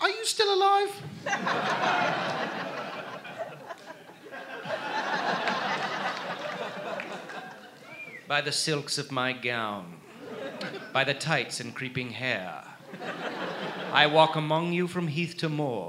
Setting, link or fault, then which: setting, live audience